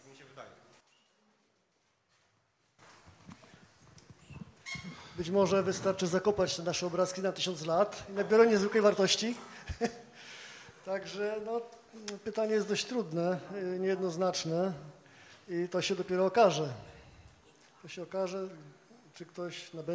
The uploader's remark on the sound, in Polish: Dyskusja Panelowa. Panel dyskusyjny jaki odbył się przy okazji otwarcia Wystawy "Pracowni Technik Szlachetnych i Historycznych.